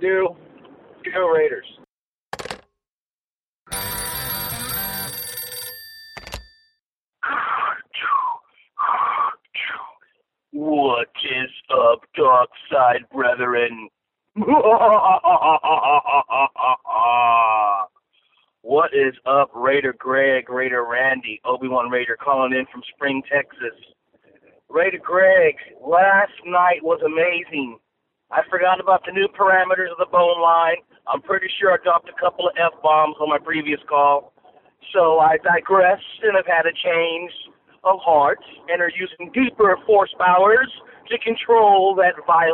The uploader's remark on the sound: Raider Nation “Boneline” Call-in Segment